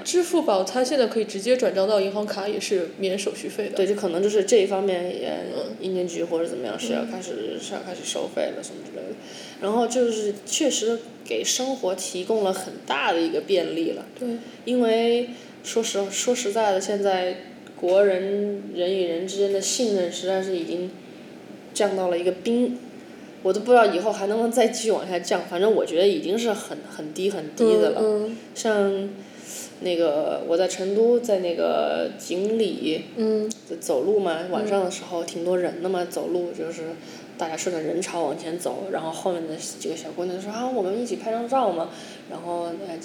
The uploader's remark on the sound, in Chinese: 本期节目面基录制，房间混响较大